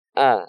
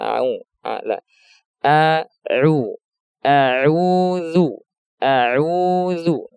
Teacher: Jadi makhraj hamzah dan ain itu walaupun di sama-sama di tenggorokan tapi beda, ya. Kalau hamzah dia aqsal halqi, tenggorokan bagian bawah, tapi kalau ain dia tenggorokan bagian tengah agak ke atas sedikit